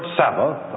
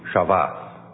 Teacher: The S is a sh, so it starts with sh · Shown in: second take · and the B's are pronounced as V's in some pronunciation, so it would be Shabbat.